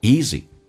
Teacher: 后面叫做非主重元音，嘴型就小，音调平一点